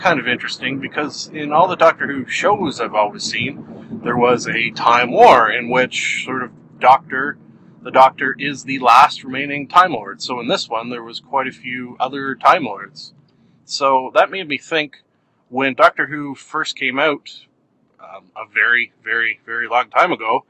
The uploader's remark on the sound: I drive to work and record a podcast.